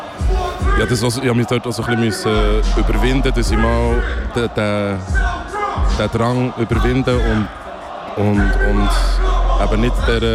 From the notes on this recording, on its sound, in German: Live vom Hood Look Good -Festival. Live aus Aarau. Start zur Festivalsaison! Live vom Hood Look Good -Festival.